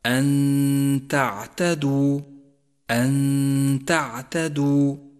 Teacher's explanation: جاءت النون الساكنة وجاء بعدها حرف التاء، والواجب أن نخفي النون الساكنة بحرف التاء مع بقاء غنة للنون الساكنة زمنها حركتان من غير تشديد لحرف التاء، وقد لونت النون الساكنة في حكم الإخفاء باللون الأخضر إشارة إلى موقع الغنة، ويصير اللفظ هكذا أن تعتدوا.